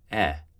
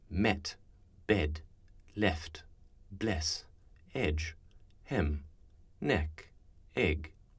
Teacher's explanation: This sound is brighter in RP, e, than it might be in Canadian or American speech · Shown in: second take